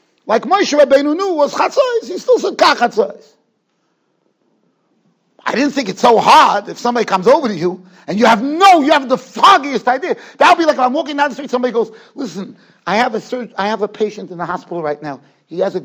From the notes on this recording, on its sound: Shiur recorded in Yeshivas Ohr Reuven, Monsey, NY.